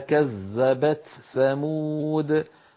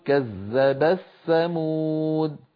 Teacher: يدغمون التاء في الثاء · Shown in: second take · فيقولون كذب الثمود، ولا شك أنها أسهل.